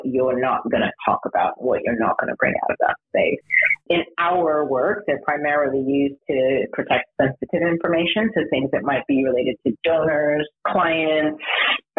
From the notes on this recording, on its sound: With a Sound Quality Disclaimer! The sound quality in this episode is a little less than perfect.